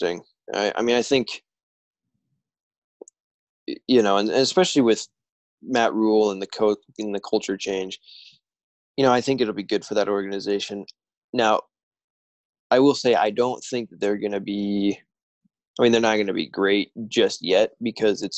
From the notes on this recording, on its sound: are on Zoom